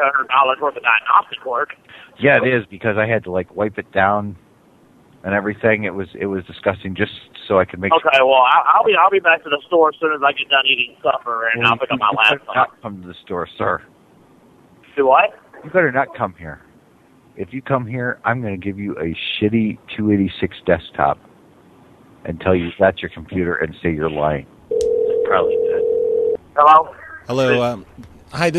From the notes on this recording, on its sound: From archive.org was assembled into the "…'s Personal Prank Phone Calls Collection" podcast by Fourble.